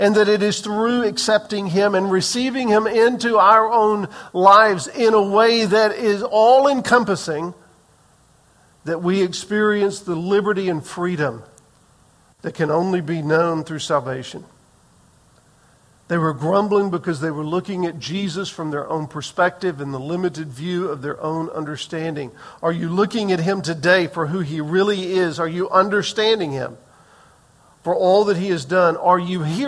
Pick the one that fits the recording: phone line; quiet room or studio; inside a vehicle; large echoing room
large echoing room